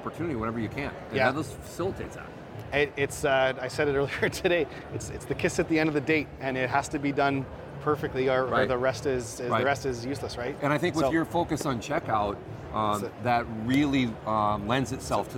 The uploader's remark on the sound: hits the floor at Shoptalk , one of the largest commerce conferences in North America